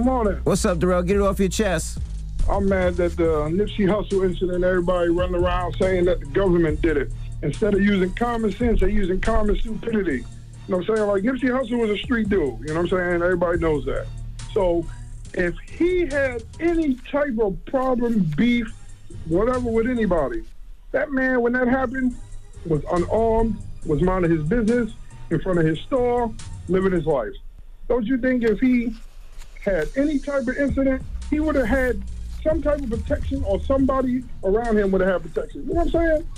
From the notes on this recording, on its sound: we opened up the phone lines to for the listeners